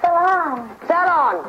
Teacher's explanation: say the word salon like I do with the accent on the first syllable